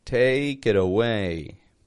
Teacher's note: notice the flap T in there. The T in the word it becomes a D.